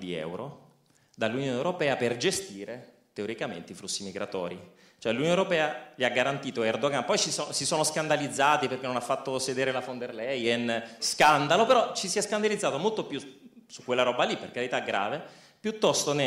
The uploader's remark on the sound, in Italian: Roma. Audio registrato in loco.